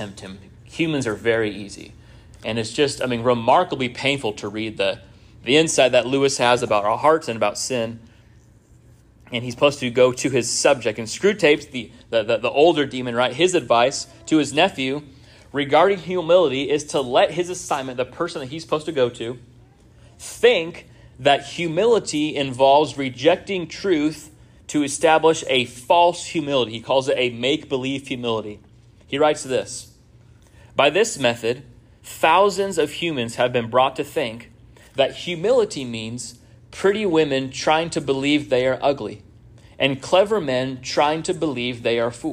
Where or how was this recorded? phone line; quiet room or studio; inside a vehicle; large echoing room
large echoing room